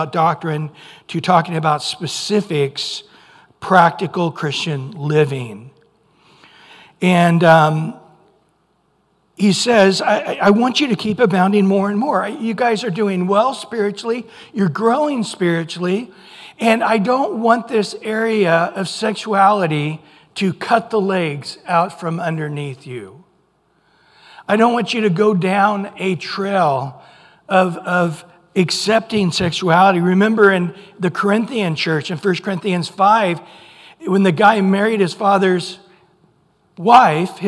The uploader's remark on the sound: Recorded at Calvary Chapel of Los Alamitos on July 30 2023 on Sunday Morning Sermon.